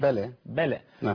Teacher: اللام هنا مرققة والترقيق يأتي من الابتسامة. الابتسامة هي الرجوع بالشفتين إلى الخلف.